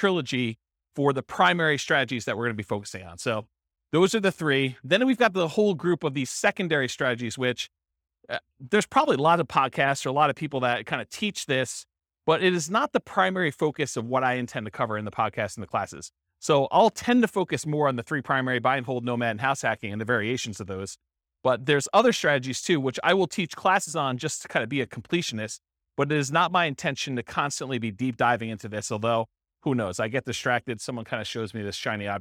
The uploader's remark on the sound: This was a live class recorded